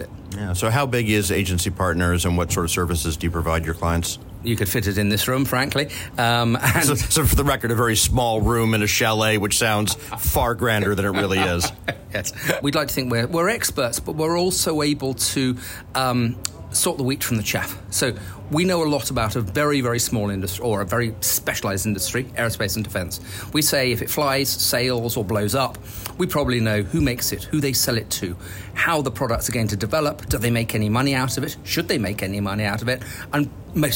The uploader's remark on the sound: The interview, recorded on location at the biennial Paris Air Show, also captures trend-related civil and military news from the week-long event, the aviation’s largest industry-focused gathering.